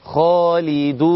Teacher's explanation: الدال مضمومه فاتى بعدها واو ساكنه فتمد · Term: حرف مد